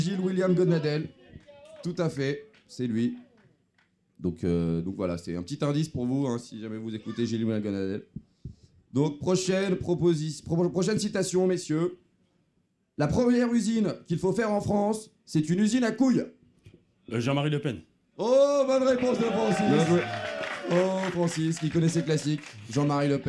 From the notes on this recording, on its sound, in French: Épisode exceptionnel enregistré au Festival de la Réconciliation 2023. Épisode exceptionnel enregistré au Festival de la Réconciliation 2023.